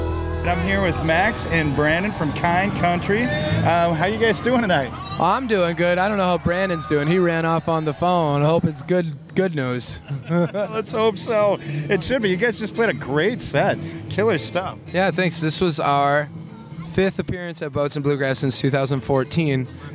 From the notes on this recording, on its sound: Live at Boats and Bluegrass 2019. From the 2019 Boats and Bluegrass Festival.